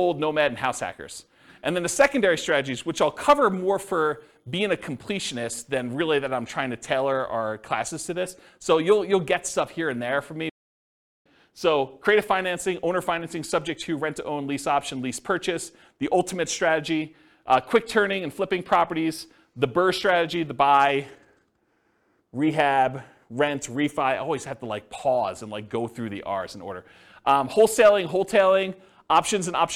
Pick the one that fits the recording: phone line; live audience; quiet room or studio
live audience